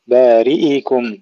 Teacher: اكسرها تماما افصل الكسرة عن الضمة